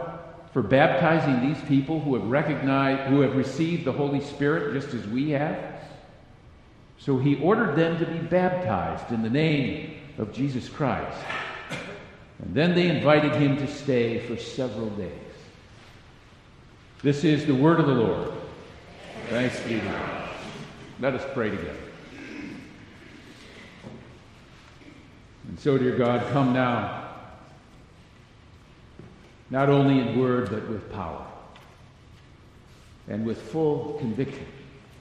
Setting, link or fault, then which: setting, large echoing room